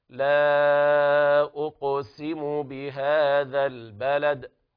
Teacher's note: بهذا بيان الكسر أيضا في الباء مع همس الهاء بهذا، ونخرج السنة في الذال بهذا البلد مع التوسط في اللام في البلد في اللام الساكنة.